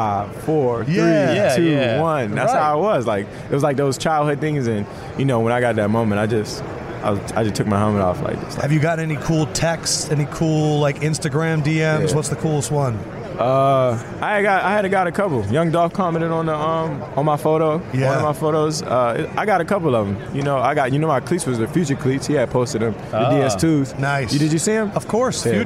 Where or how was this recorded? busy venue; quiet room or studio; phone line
busy venue